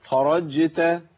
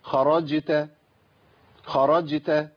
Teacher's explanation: اصل الجيم والشين والياء بيخرجوا من وسط اللسان · Shown in: second take